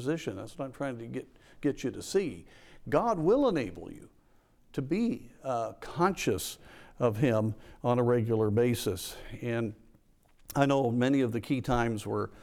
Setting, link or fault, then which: setting, large echoing room